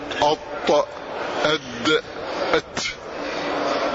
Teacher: الطاء والدال والتاء مخرجها من رأس اللسان مع وصول الثنايا العليا.